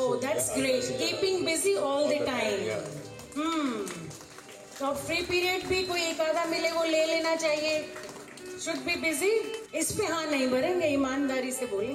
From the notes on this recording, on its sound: At the Bhiwani Children's Literature Festival 2020